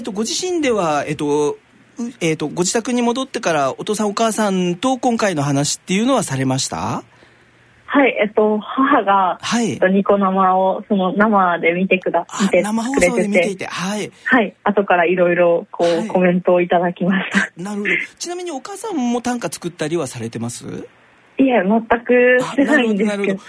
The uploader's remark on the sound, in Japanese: 電話インタビューを交えてお送りします